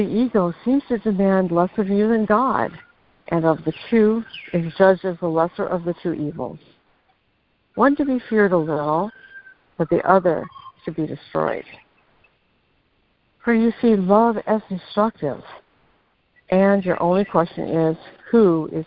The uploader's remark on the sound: ACIM Daily Conference Call